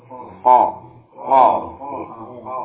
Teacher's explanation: Yang pertama pangkal lidah bersentuhan dengan langit lunak, keluar darinya huruf qaf.